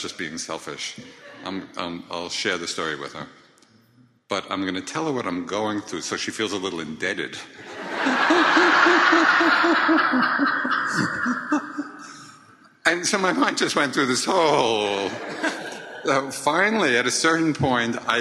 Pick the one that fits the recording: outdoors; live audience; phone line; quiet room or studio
live audience